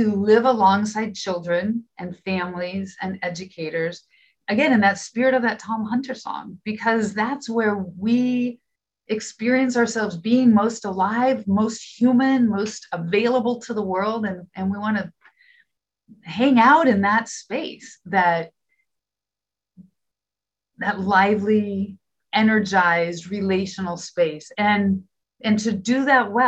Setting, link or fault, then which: link, video call